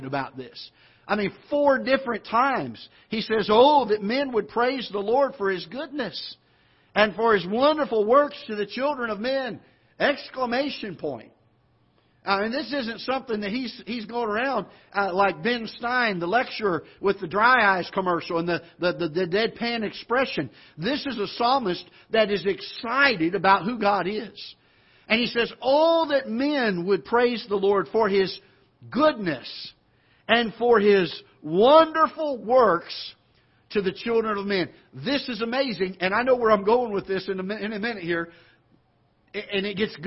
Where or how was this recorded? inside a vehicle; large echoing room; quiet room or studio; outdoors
large echoing room